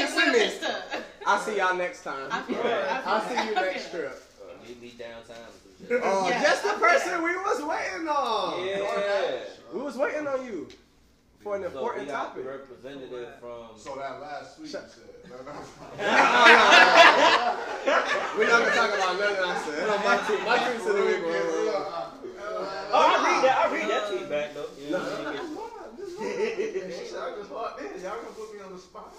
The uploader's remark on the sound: Squad Studio Audience. WE GOT AN AUDIENCE!